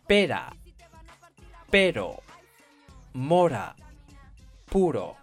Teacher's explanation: 当 r 在两个元音之间的时候，它就是单级颤音。比如说，palabras con r suave, pera, pero, mora, puro.